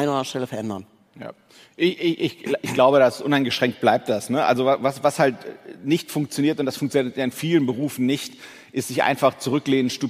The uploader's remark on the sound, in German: Beim Onsite-Comeback der OMKB im April 2022 in Berlin